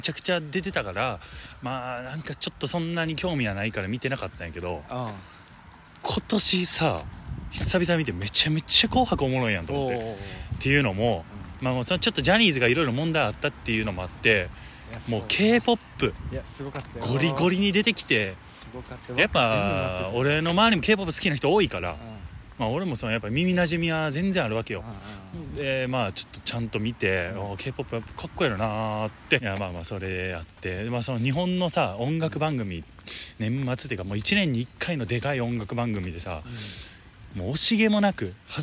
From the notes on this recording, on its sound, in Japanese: 僕らは地元が一緒でして、今年は帰省の日も被っていたため、新年明けたて、路上収録しました。